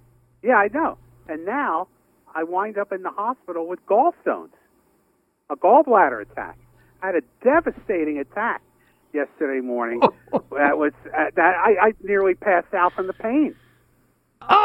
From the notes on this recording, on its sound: Called in from the hospital where he is in pain.